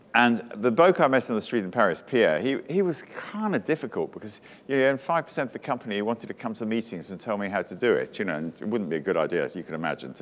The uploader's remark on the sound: speaking to a crowd of attendees at Day 1 of the Elite Business Live event on March 9